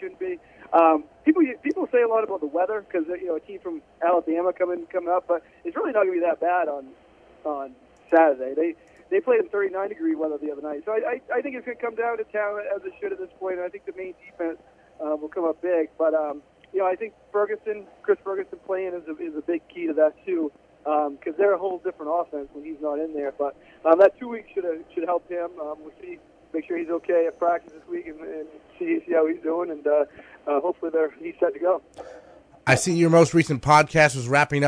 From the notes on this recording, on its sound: joined on the phone